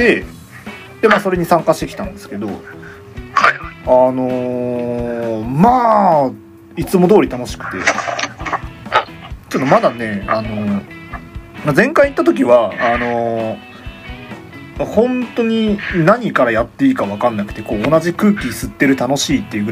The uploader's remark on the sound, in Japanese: 録音機材：iPhone7